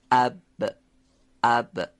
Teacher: حرف با به همیشه که عرض کردن تلفظ میشه، یعنی باید لب پایین و بالا به هم برخورد کنه، به صورت انسدادی و نازک هم تلفظ بشه و تارهای صوتی رو به ارتعاش در بیاره.